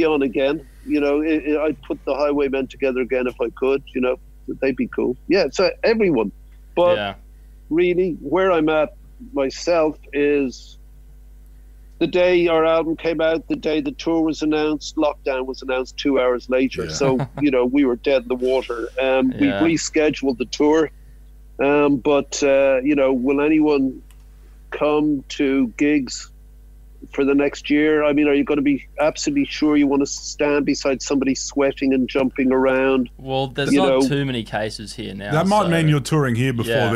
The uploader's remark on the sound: Phoned into the station. Recorded from the Budgy Smuggler Booth.